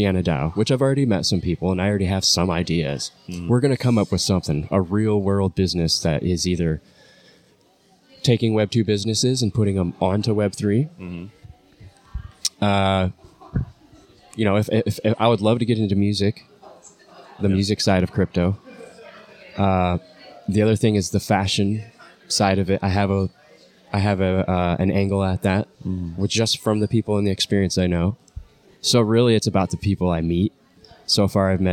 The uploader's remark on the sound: This is a unique podcast we did it live at Embassy Coffee Shop.